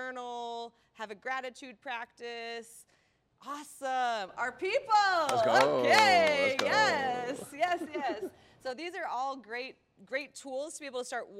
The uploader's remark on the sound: This podcast was shot as a special event in front of a live audience in collaboration with Make One Day Happen.